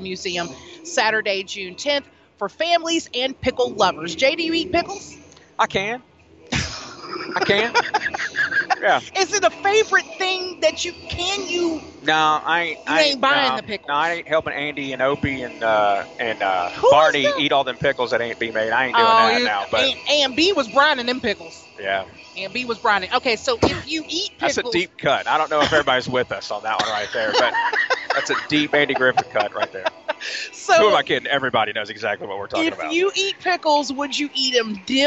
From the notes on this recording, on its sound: Today we’re On The Road live from the 25th Annual Tupelo Elvis Festival at Cadence Bank Arena in Downtown Tupelo!